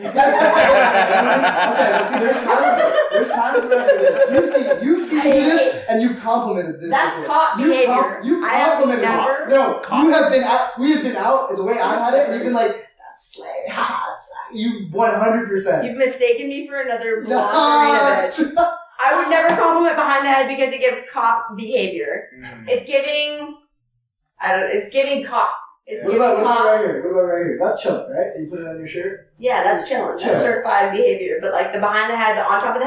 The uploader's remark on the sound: We're sorry the audio is not museum quality, but this week we actually realized that we had been recording all wrong this whole time. Stop speaking so far from the mic.